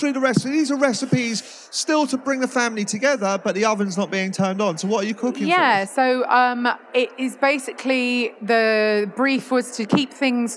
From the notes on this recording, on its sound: Recorded at the BBC Good Food Show